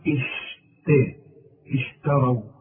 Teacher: كل راء ما دام مفتوحة مفخمة إنما الشين الشين دي دائما مرققة التاء دائما مرققة